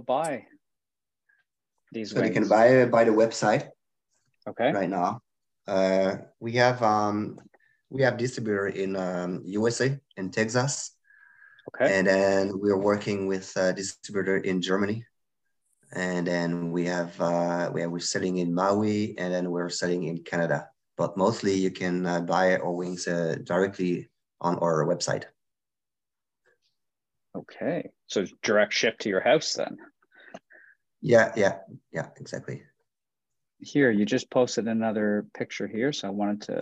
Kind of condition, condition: link, video call